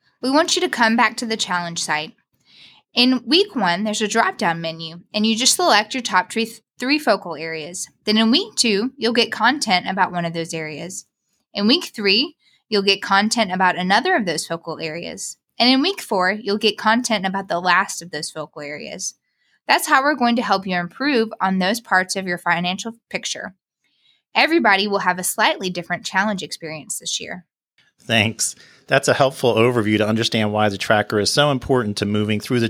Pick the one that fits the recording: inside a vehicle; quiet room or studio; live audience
quiet room or studio